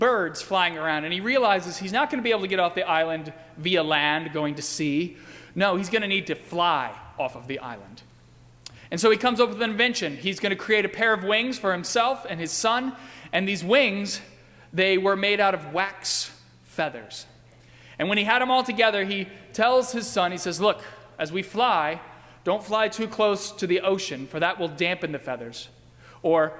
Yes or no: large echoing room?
yes